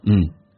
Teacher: and 不被强调，经常会弱化成一个鼻音叫做嗯